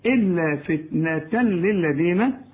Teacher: وما جعلنا عدتهم إلا فتنة للذين، كل الكلمات ده حروف مرققة، لكن إلا فتنة للذين، فتنة تنوين، وبعد التنوين لام ما تغنش، إدغام كامل بدون غنة